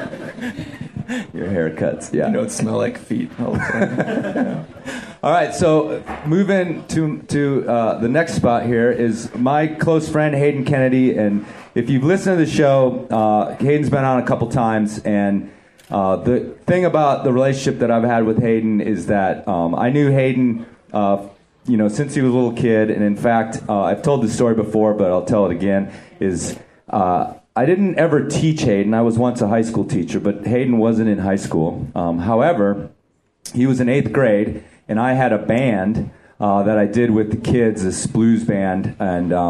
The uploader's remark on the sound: I sit down in front of a live audience at Bonfire Coffee in Carbondale, CO during the 5Point Film Festival.